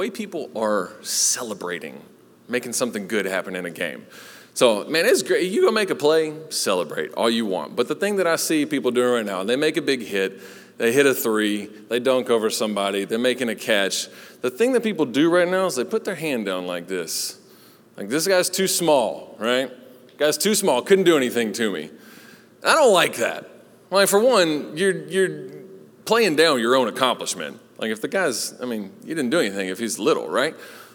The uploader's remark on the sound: Recorded live at Long Hollow Church